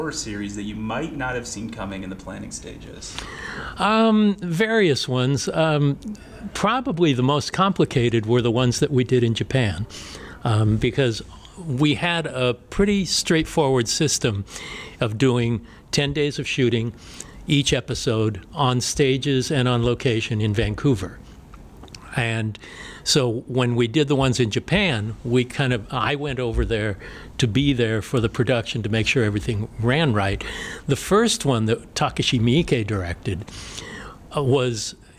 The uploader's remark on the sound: LIVE from the Motor City Legacy Horror Convention in Detroit Michigan